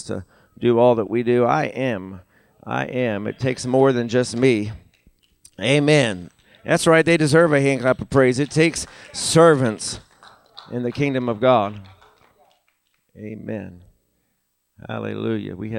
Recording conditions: large echoing room